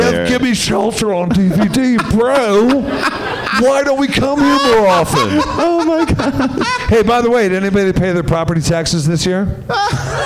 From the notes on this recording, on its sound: Live from Wise Guys in Salt Lake City